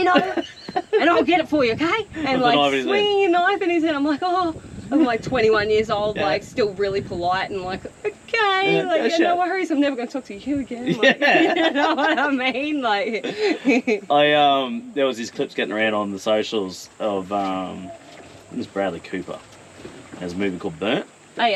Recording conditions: wind noise